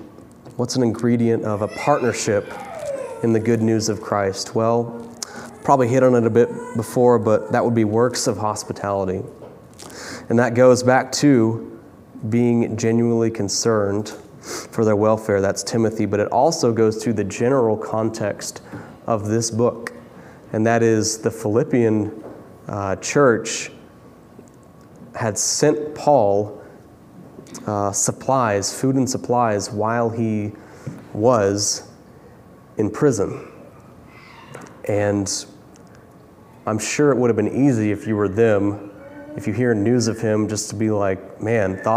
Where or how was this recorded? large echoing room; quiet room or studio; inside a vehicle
large echoing room